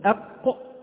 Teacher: القاف من أقصى اللسان من اللهاه جهة الحلق مع أعلى الحنك